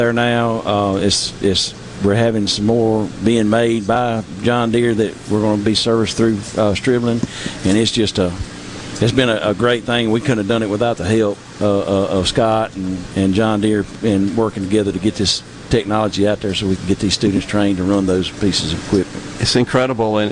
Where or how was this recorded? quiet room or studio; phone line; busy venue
busy venue